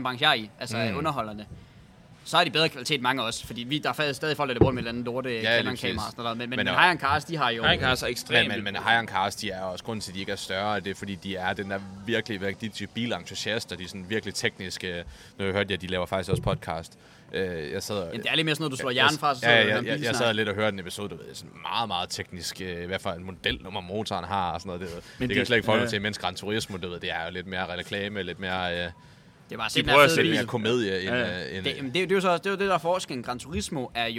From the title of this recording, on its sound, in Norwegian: Live Fra Zwei Grosse!